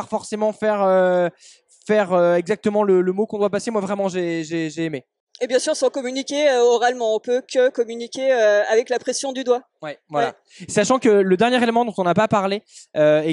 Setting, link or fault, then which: setting, busy venue